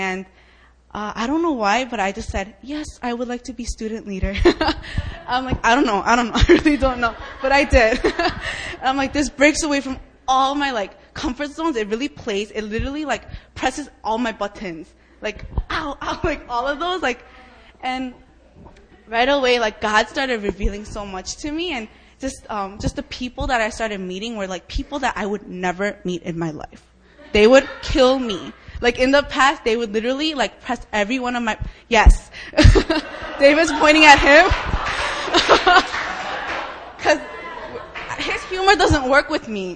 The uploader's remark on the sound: Friday Fire Prayer Meeting, Open Mic Night. New Philadelphia Church (formerly known as JSEM).